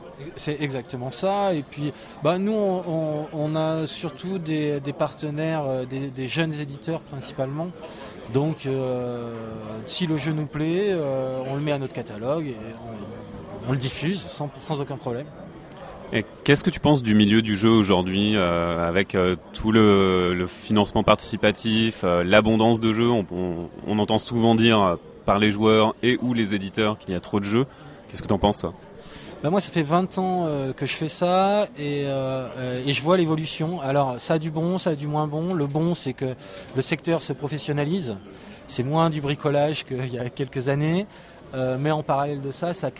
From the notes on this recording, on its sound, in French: Interview réalisée au festival international des jeux de Cannes édition 2015 par Ludovox.